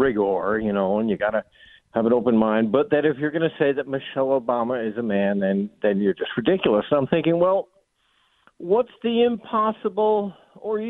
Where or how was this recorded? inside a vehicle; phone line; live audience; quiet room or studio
phone line